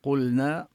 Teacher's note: النون ساكنة تدغم في اللام أما اللام الساكنة لا تدغم في النون نظهرها · Term: نظهر اللام